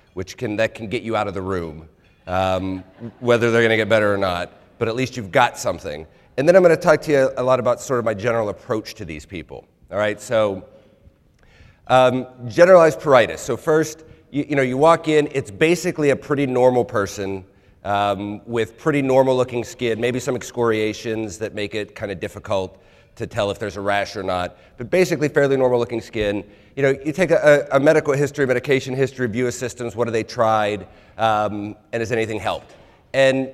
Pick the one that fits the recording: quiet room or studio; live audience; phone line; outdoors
live audience